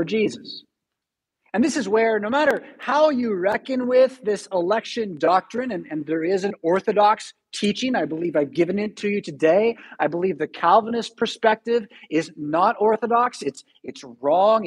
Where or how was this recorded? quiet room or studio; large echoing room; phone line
large echoing room